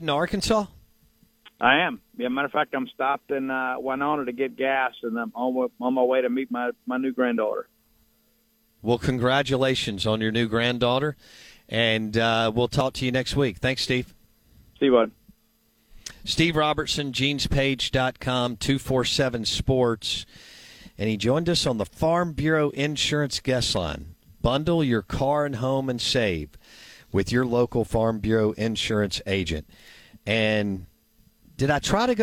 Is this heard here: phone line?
yes